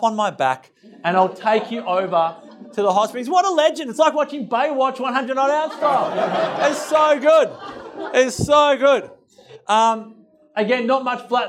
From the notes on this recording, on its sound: Live Recording Part 2. This recording from the event.